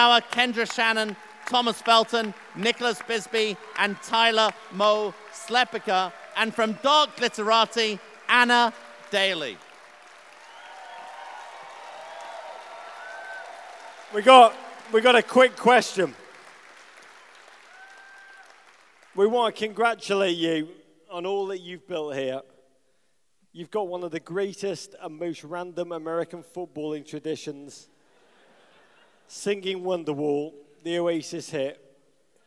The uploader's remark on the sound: Live in Minnesota. Celebrate the opening of Minnesota United FC's new stadium, Allianz Field.